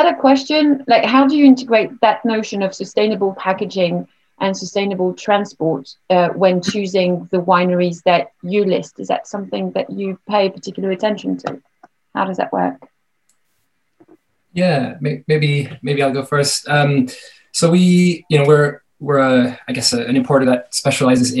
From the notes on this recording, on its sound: This is a recording from our Sustainable Wine Packaging online conference